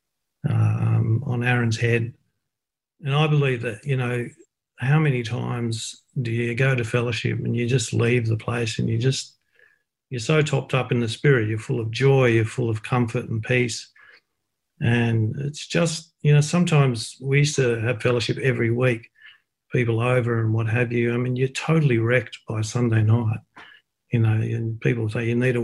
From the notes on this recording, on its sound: Talk 1 from the Wednesday United zoom meeting.